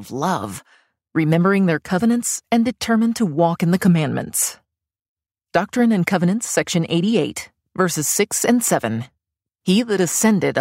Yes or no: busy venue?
no